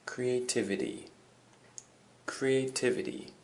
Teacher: the emphasis is on the TIV